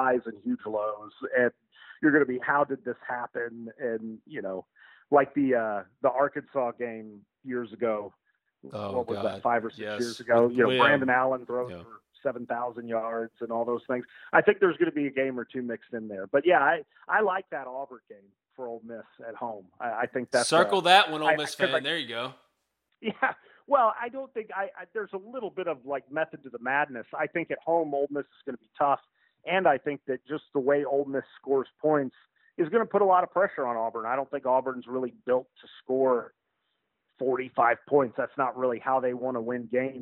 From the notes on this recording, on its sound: joins on the Modern Woodmen (37:33) phone line